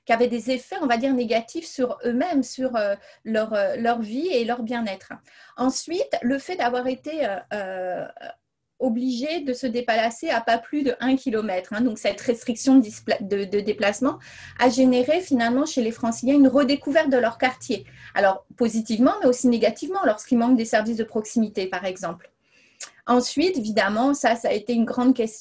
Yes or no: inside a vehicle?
no